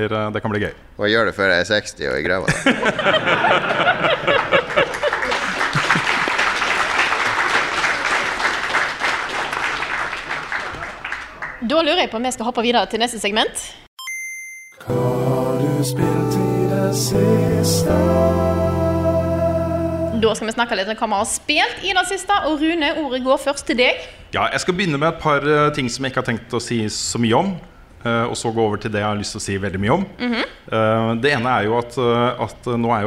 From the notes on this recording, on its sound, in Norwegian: Live fra Eldorado. Ukens episode er spilt inn live på Eldorado i Oslo i helgen, og for et show det ble!